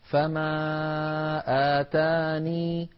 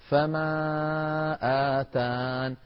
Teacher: حذفها مع الوقف على النون · Shown in: second take · كما نطقتها أمامكم الآن، فما آتاني أو فما آتان، يكفي القارئ · لفظ آتاني في سورة النمل وجهان لحفص وقفا، ولاحظوا كلمة وقفا، أحدهما إثبات الياء ساكنة، إثبات الياء حالة كونها ساكنة، ساكنة إعرابها حال، وثانيهما حذفها مع الوقف على النون